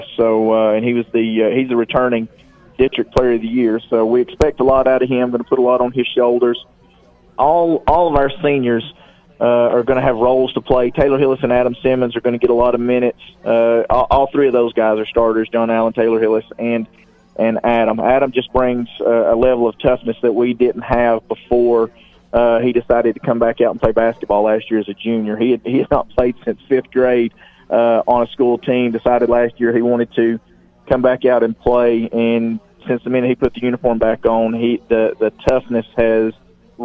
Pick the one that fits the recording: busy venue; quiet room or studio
busy venue